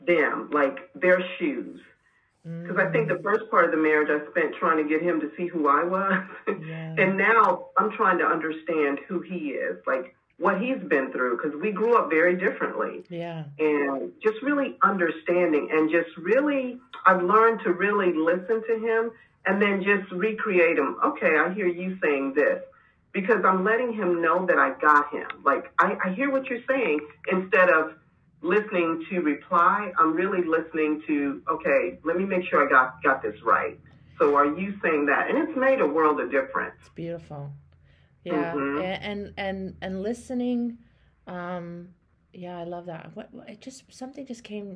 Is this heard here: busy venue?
no